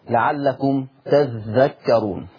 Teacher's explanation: لفظ تذكرون لورش عن نافع يقرأ بتشديد الذال